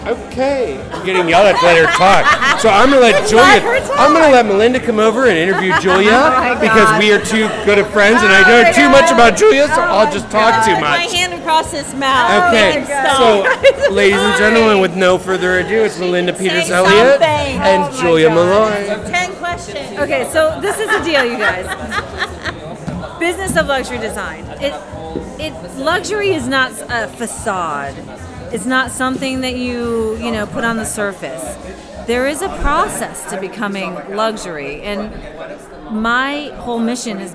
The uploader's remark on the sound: Live at the Phillips Collection Pt. 2